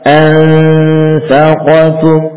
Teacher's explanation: Berikutnya ketemu fa ansaqatum. Ya, ada suara gunnah yang sempurna di hidung dan ada suara yang kita wujudkan di sekitar makhraj fa ya, yaitu di sekitar bibir bawah yang sudah mendekat pada gigi seri atas.